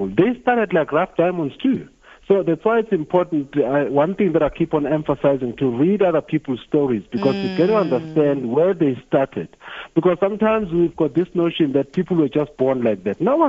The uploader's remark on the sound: Guest (PHONE)